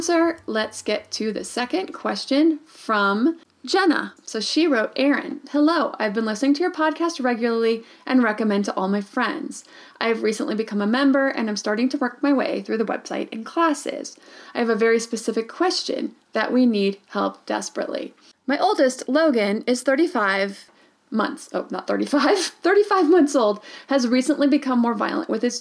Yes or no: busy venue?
no